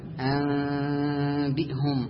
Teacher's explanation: أنبئهم خطأ، وإنما تقول هكذا أنبئهم، تقارب بين الشفتين، تقارب بين الشفتين، لأن هنا إخفاء · Term: الإقلاب